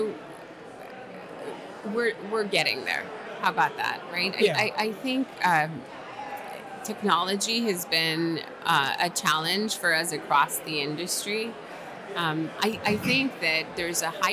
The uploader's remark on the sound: at the 2023 Hotel Data Conference in Nashville, Tennessee